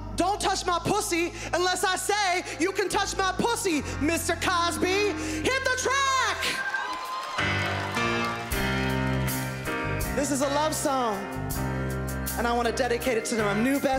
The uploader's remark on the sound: stand up from the #JustForLaughsFestival in 2015